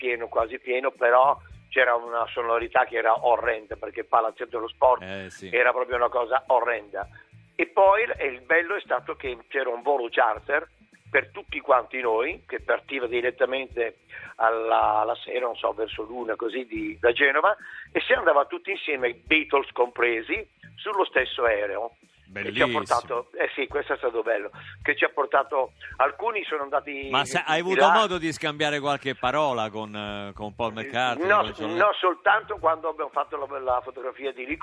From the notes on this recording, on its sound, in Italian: Al telefono